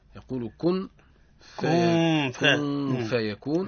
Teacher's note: النون عند الفاء حكمها الإخفاء مع الغنة